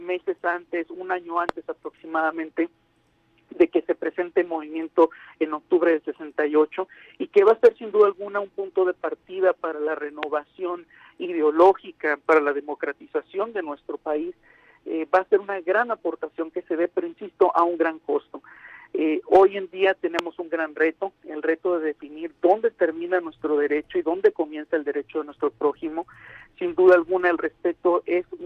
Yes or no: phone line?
yes